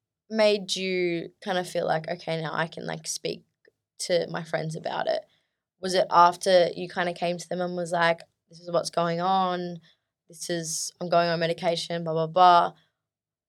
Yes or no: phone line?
no